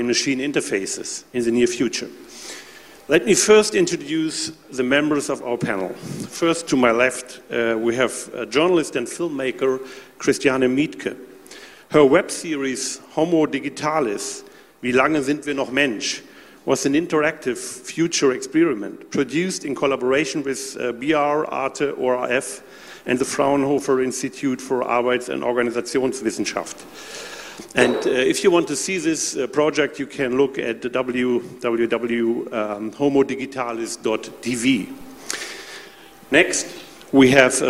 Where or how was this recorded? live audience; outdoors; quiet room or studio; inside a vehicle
live audience